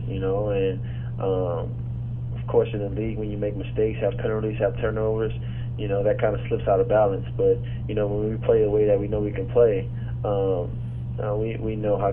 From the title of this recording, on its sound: Opponent Conference Call